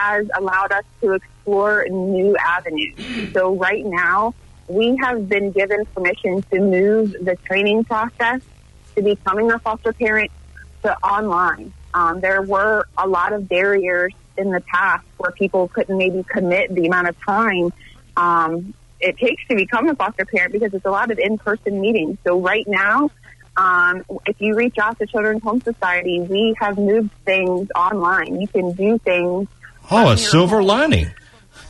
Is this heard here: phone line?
yes